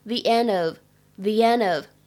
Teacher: the end of 这个 end 和 of 是可以连读的